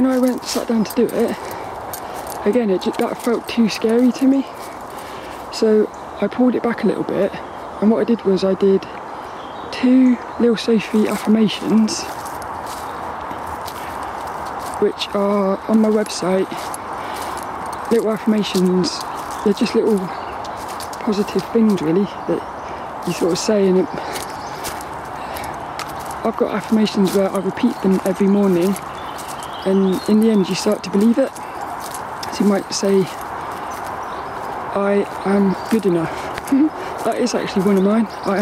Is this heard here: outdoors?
yes